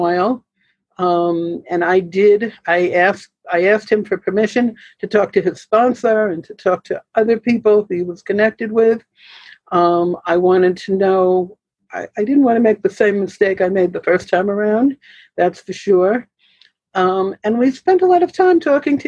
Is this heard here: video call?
yes